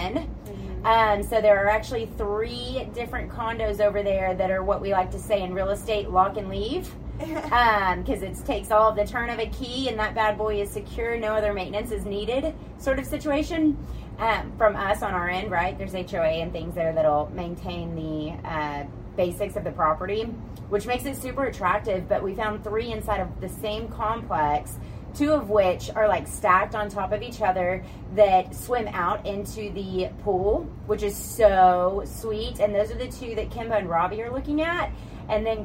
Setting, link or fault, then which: setting, outdoors